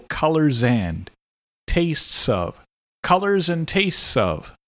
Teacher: Connect the S sound with the later word.